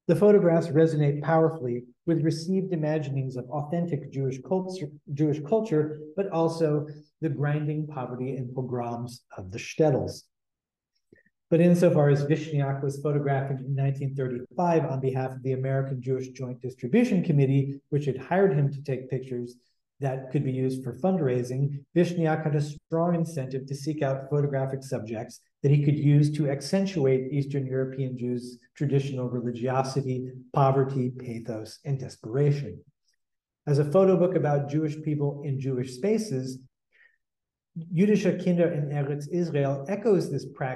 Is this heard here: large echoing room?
yes